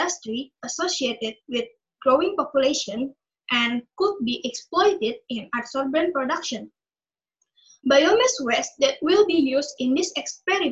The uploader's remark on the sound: zoom meeting